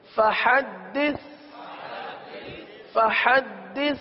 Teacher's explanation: سا میں زبان کا سرا اوپر کے دانتوں کے اندرونی کنارے پر لگتے ہیں تو سا کی ادائیگی ہوتی ہے، اس میں سیٹی کی آواز نہیں آتی